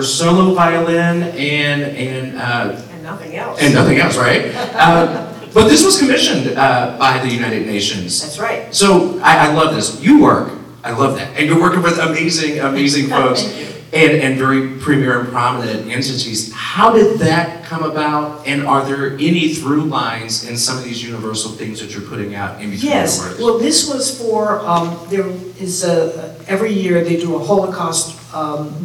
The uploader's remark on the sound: Enjoy this special edition of Mocktails and Masterpieces recorded live at the Ann Katz Festival with Indianapolis JCC on November 2023.